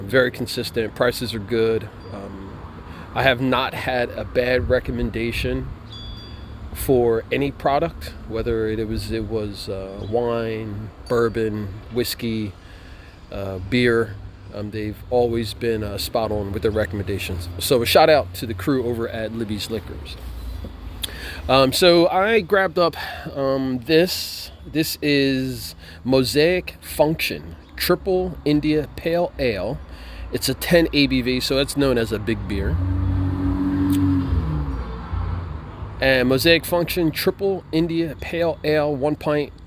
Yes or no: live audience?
no